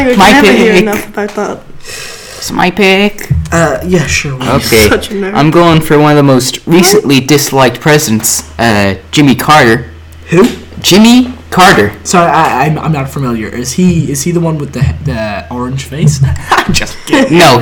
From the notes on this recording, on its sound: Just enjoy the blown out audio.